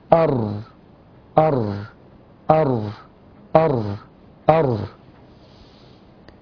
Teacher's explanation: عندما أتلفظ بهذه الراء بهذه الكيفية نلاحظ أن اللسان يحدث فيه ارتعاد اهتزاز · الراء تخرج من طرف اللسان من جهة الظهر مع ما يحاذيها من لثة الثنايا العليا، اللثة اللي هو اللحم اللي فوق الأسنان.